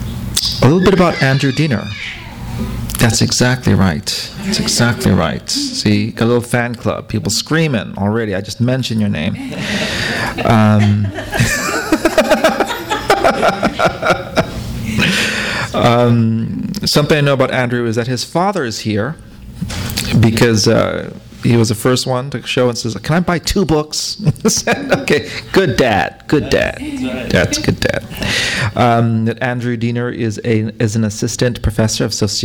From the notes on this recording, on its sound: THIS EVENT WAS RECORDED LIVE AT SKYLIGHT BOOKS JUNE 27, 2012.